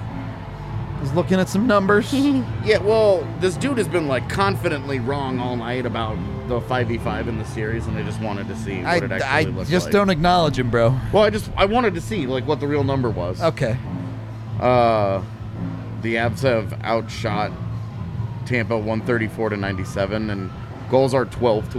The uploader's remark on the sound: live from the DNVR Bar